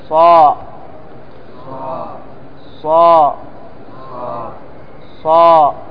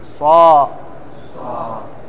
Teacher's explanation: فأرفع الاستعلاء عندما يكون الصاد مفتوحا وبعده ألف